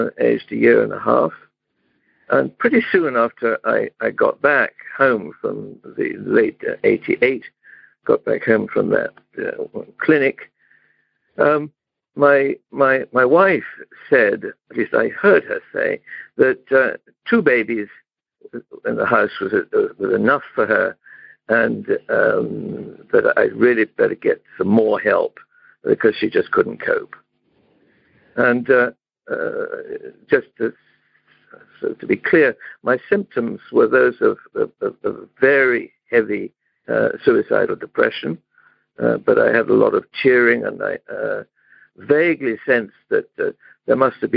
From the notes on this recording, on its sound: In Romania - Monday Noon Phone Speaker Series.